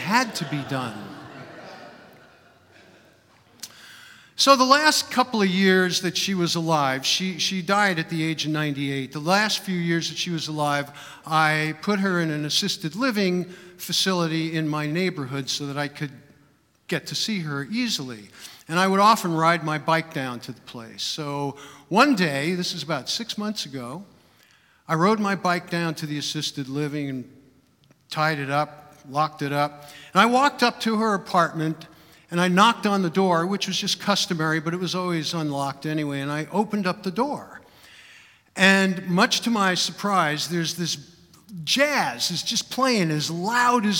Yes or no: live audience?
yes